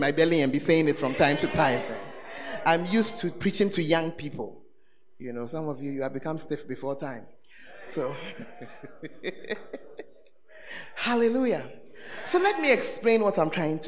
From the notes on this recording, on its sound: Preached at The Art Of Evangelism Conference